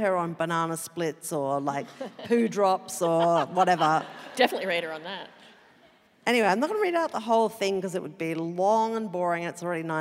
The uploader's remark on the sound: Live from QPAC Concert Hall, Brisbane. Live show.